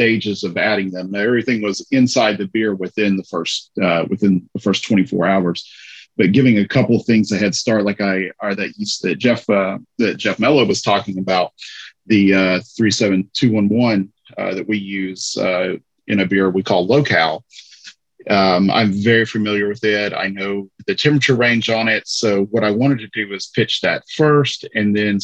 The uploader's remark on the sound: jump into the zoom studios